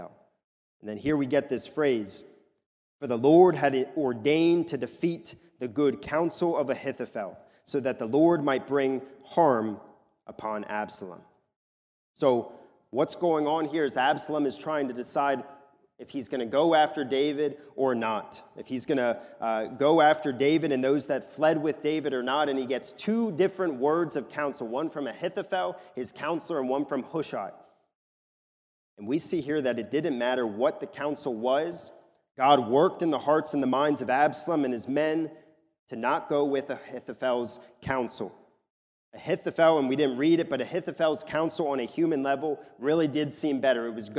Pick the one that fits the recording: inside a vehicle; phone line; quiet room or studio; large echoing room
large echoing room